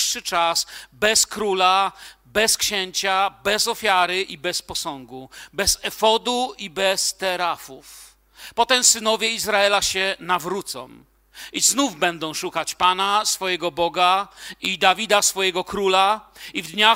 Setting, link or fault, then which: setting, large echoing room